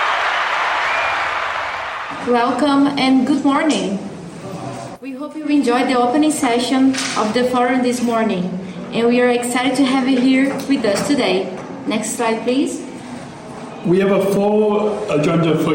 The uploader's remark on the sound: LIVE From Global Forum for Inclusion in Berlin. Recorded From Berlin, Germany.